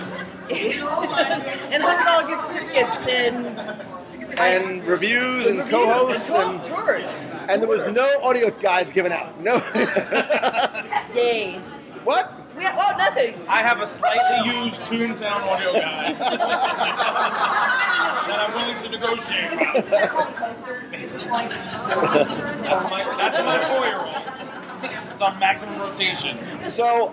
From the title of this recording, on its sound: Live from the Disney Dream